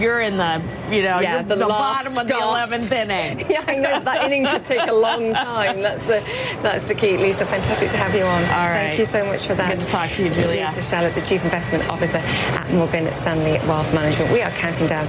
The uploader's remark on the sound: live from the New York Stock Exchange.